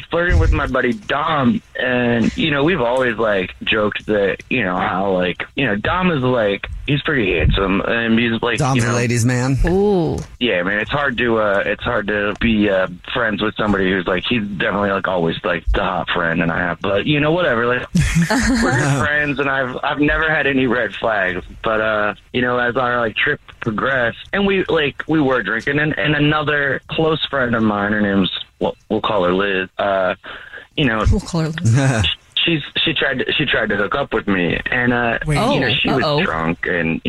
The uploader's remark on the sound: is on the phone today